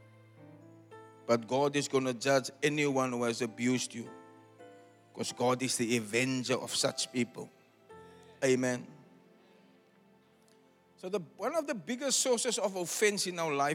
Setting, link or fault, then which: setting, large echoing room